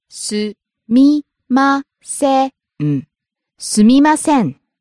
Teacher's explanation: Starts low, rises on mi, drops at the end.